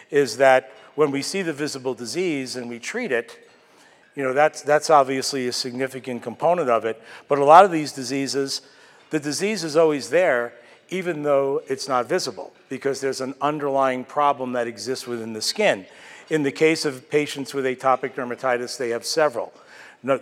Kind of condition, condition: setting, large echoing room